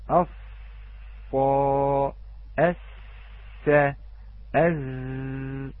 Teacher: فإذا علينا أن رأس اللسان هذا يكون في أسفل الثنايا السفلى، أف أس أز. فإذا الجزئية التي تكون بين الثنايا السفلى والعليا هي كذلك طرف اللسان، أي قليلا من بعد مقدمة رأس اللسان